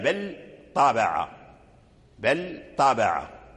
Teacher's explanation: إذن لابد من بيان اللام عند الطاء بل طابع بل طابع ويتحول اللسان من مكان مخرج اللام إلى الطاء